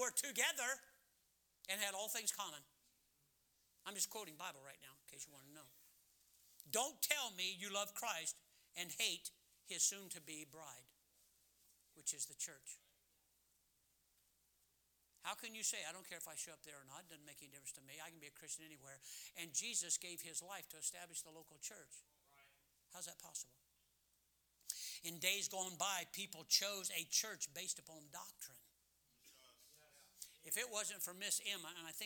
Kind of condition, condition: setting, large echoing room